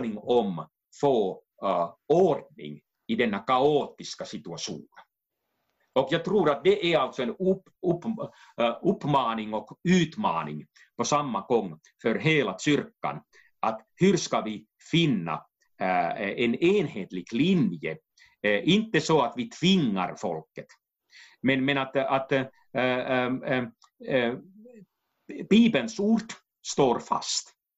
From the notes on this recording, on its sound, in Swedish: Avsnittet är inspelat via länk och ljudkvaliteten därför en aning ojämn.